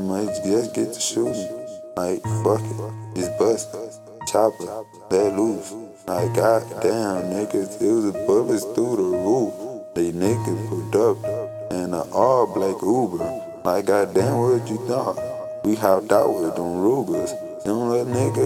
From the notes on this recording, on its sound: Straight From A Phone. Everything Done Just From A Phone.